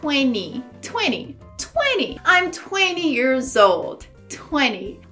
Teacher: tem esse T de 20 que eu costumo falar como se ele não existisse